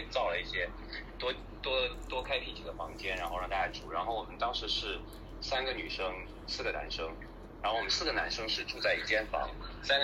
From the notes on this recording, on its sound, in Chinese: 但因为Clubhouse的平台功能限制。还有本次录音，由于是线上录音，且是随心而起，所以音质非常差劲，还不实有敲键盘的声音，。